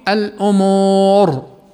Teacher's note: فإن الراء في هذه الحالة تفخم مثل الألف في النهار والواو في الأمور، فحتى لو كانت مثل هذه الكلمات مكسورة في الوصل النهاري الأموري فإنها تفخم فقط في حالة الوقف ولا وجه آخر لها.